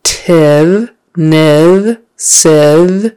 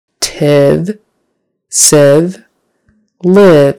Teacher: Your tongue is all in the same place for those sounds, right behind your top teeth.